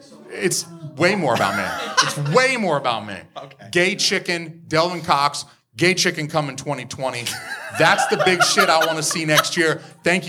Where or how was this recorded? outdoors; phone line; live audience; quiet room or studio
live audience